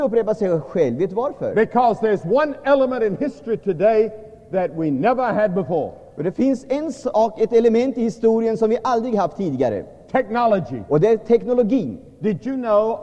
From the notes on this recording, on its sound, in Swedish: Inspelad i &#196;lvsj&#246;m&#228;ssan, Stockholm 1978-09-30.